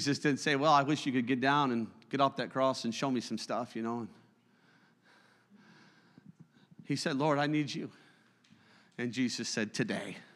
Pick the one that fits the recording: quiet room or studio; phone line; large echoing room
large echoing room